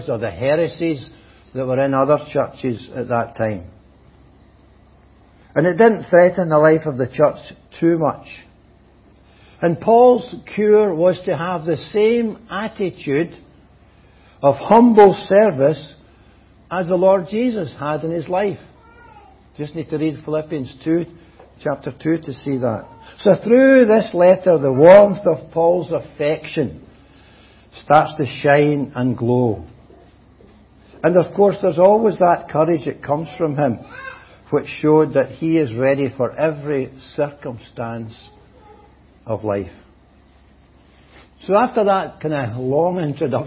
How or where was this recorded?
large echoing room